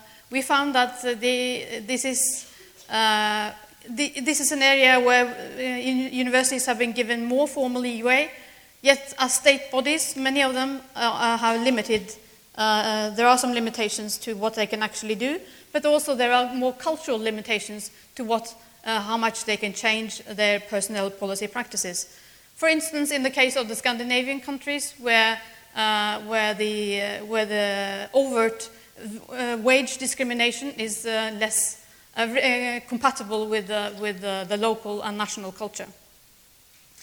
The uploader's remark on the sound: speaks at SRHE Annual Research Conference 2016